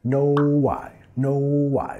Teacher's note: Vinculando con el sonido W, no idea